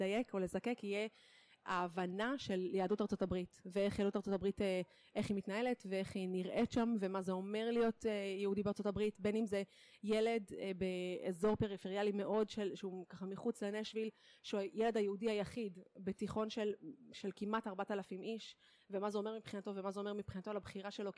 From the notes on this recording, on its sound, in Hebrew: במהדורה מיוחדת זו, שהוקלטה באירוע השליחים החוזרים ב2019.